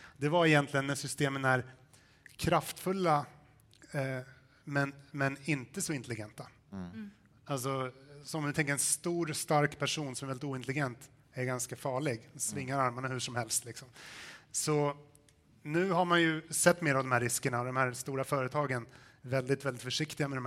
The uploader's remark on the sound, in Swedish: Bonusavsnitt live